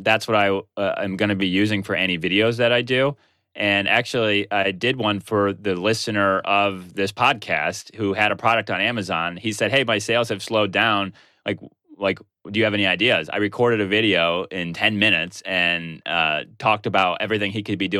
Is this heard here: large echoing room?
no